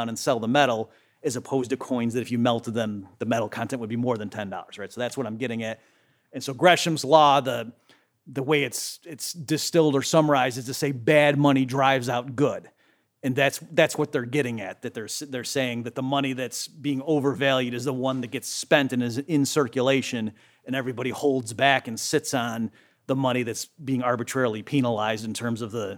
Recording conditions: large echoing room